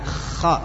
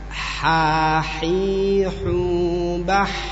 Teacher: Kalau huruf kh di sana ada getaran, ya, ada getaran, ya, sehingga suaranya benar-benar jelas seperti apa suara kotor gitu ya, kh. Adapun h suaranya bersih, ya, suaranya bersih.